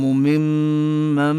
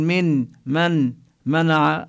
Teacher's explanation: ممن، لا نقول من منع، لا نظهر النون، إنما تدخل النون في الميم فنشدد الميم · Shown in: first take